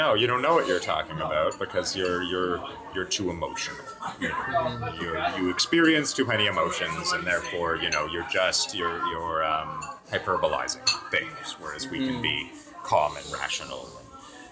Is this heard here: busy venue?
yes